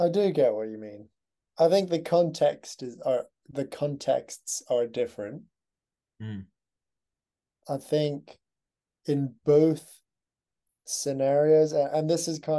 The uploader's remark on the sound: We decided the best thing to do was start recording video footage as well. The episodes will be recorded through Zoom.